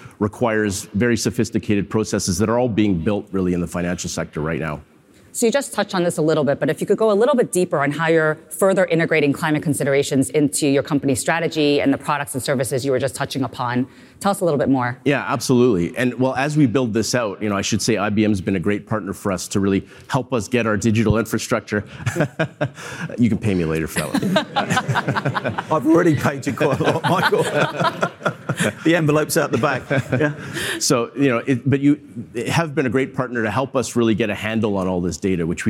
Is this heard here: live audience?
yes